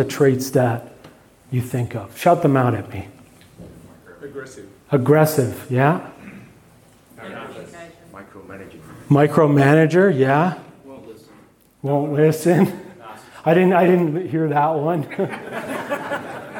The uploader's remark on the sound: keynote from the MAINSTREAM conference in Melbourne, Australia